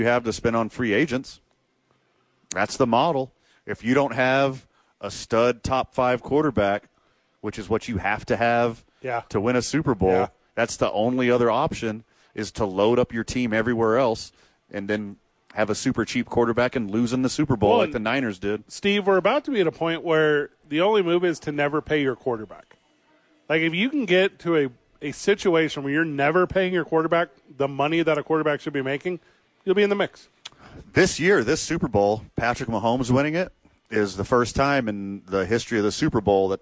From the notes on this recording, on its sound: live from The Dukes Store